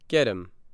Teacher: The letter H in him disappears, and the vowel sound in that word is shortened. And the letter T in get changes to a D sound.